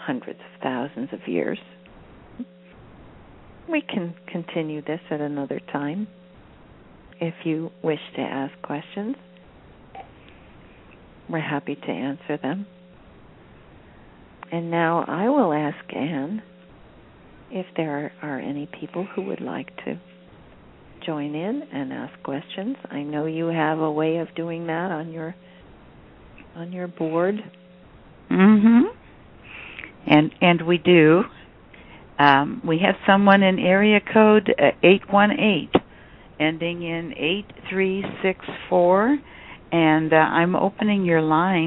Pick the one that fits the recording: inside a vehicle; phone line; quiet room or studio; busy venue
phone line